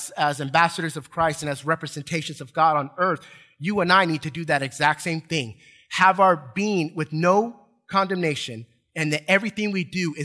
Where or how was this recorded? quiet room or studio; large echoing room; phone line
large echoing room